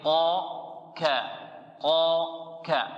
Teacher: تلاحظون أن في القاف أقصى اللسان ماذا؟ ارتفع، وفي الكاف أقصى اللسان ماذا؟ تسفل · Term: القاف والكاف